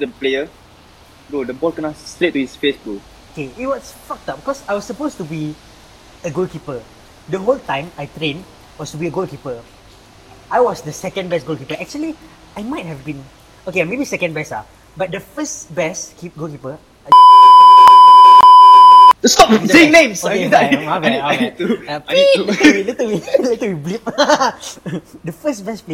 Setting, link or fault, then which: setting, outdoors